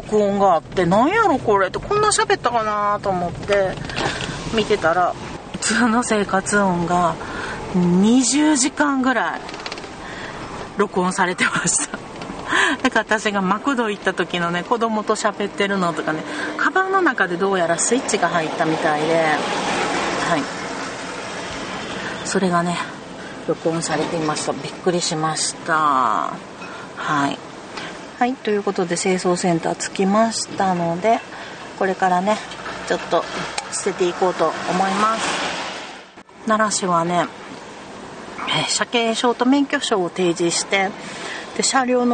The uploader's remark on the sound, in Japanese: なんと130㎏ものゴミを車に積んでの収録でした。時々、ギシギシという車の音が聞こえるかもしれませんｗ。